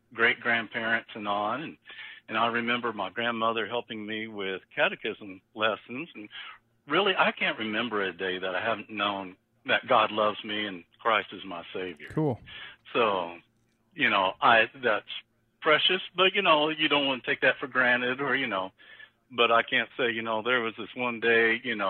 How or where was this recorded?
phone line